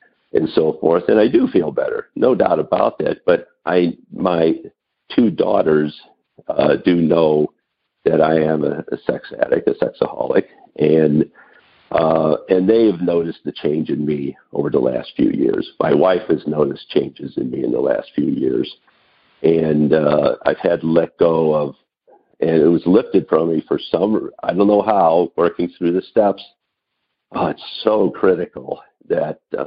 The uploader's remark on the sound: Noon Phone Speaker Meeting.